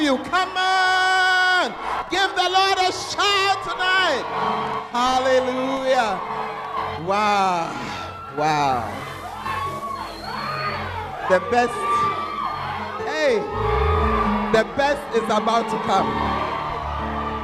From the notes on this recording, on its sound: Preached At The Restoration And Thanksgiving Convention